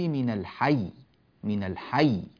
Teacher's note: ننبه إلى نبر الياء وبيان شدتها، بيان تشديدها في كلمة من الحي